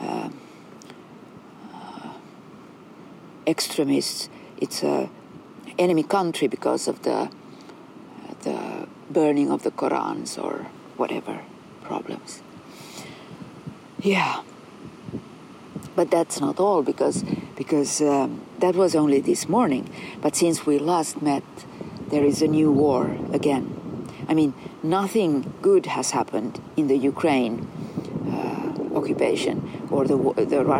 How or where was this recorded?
outdoors